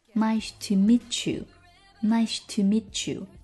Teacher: Meet 跟 you 符合同化的规则， t 加上 y 同化成 ch